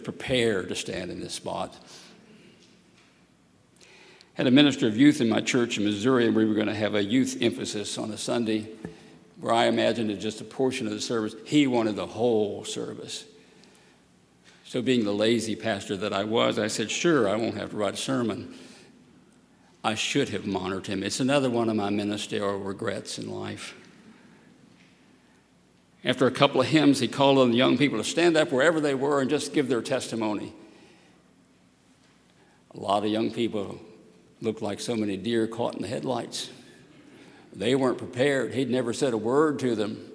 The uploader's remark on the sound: at Highland Baptist Church, Louisville, Kentucky